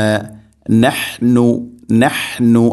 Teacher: ഇന്നമ നഹ്നു നഹ്നു ഹ തൊണ്ടയുടെ മധ്യഭാഗമാണ് ഹ എൻ്റെ മഹ്റജ്. നഹ്നു നഹ്നു അല്ല ഇന്നമ നഹ്നു ഓതരുത്.